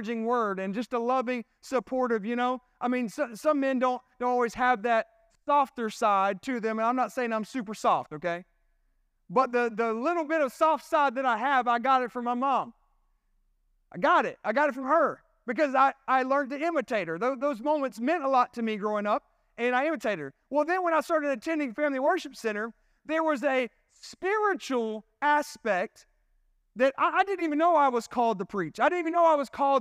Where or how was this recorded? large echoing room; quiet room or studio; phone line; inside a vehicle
large echoing room